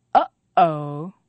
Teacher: When a stop comes at the end of a word or syllable, we say the stop, but in a very different way. Instead of letting the air pass through the lips or teeth, we stop the air very quickly at the voice box, the Adam's apple, the glottis. · It's a sound we make down deep in the throat, in the place where we make the voice, down in the Adam's apple. · Term: glottal stop